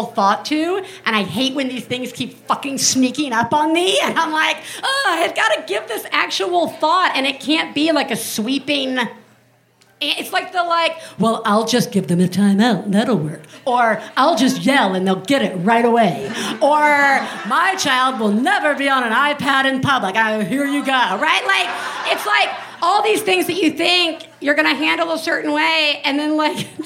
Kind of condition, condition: setting, busy venue